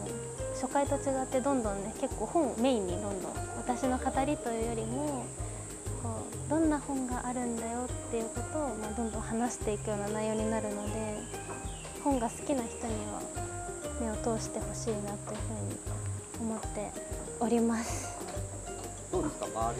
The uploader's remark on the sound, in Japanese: 滝行を終えて森の中からお届け。